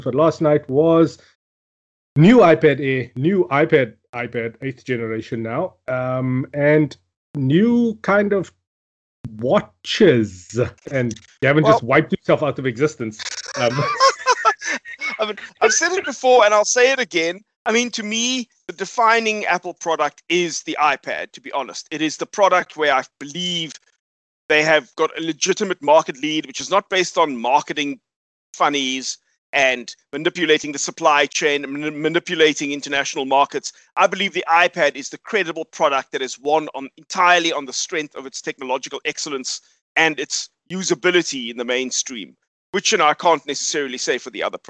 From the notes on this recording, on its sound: Recorded via Skype